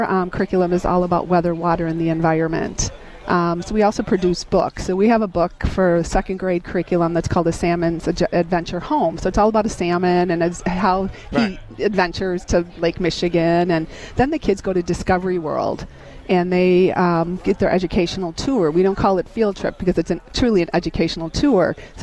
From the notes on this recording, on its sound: broadcasts LIVE from Sherman Phoenix